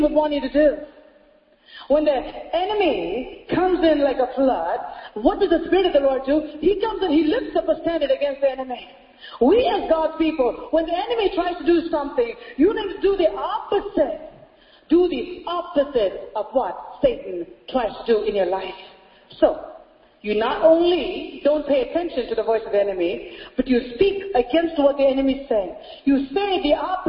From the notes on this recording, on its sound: Sunday Service Message.